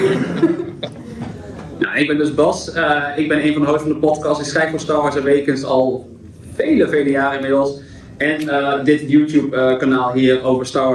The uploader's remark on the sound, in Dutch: Werd in Pathé Amsterdam Noord Echo Base Charity Con gehouden, een Star Wars-evenement waarbij de netto-opbrengst werd gedoneerd aan Make-A-Wish Nederland. Met diverse gasten bekend uit de films, heel veel fans, merchandise en gezelligheid, kregen wij de unieke kans om als eerste een panel te mogen hosten voor het grote publiek. Deze podcast aflevering bestaat dan ook uit de volledige opname van dit panel.